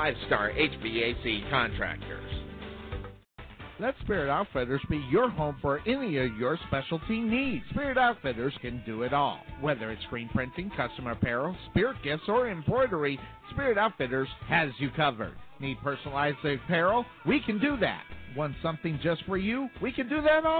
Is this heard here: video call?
no